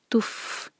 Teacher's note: فا کا جو مخرج ہے وہ اس میں ہماری ہوا نکلنی چاہیے، تف منہ سے جو سانس ہے وہ جاری رہے گا